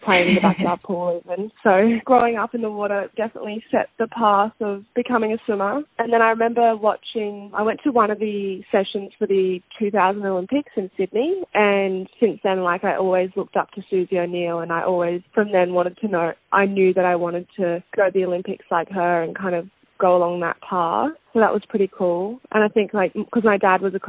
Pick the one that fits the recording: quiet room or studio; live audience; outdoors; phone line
phone line